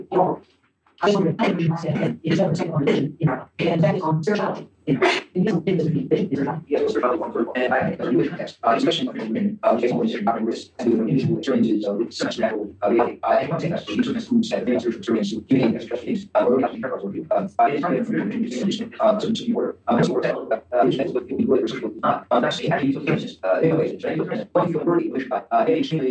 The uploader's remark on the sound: Original Youtube (low quality audio).